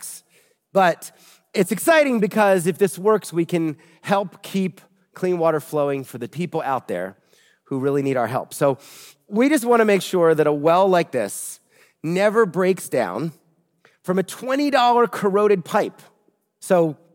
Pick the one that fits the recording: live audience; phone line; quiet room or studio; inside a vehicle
live audience